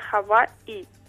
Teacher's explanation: Un signe que considera com consonant i es diu aquina, val, és com un cierre glotal, és com a fer una petita pausa. Hawaii, he de pronunciar Hawaii i he de posar apòstrofe entre dos is.